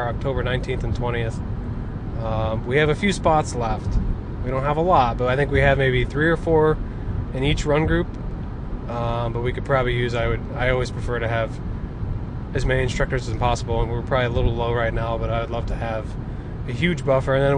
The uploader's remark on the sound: Podcast from a car. They recorded on the way home.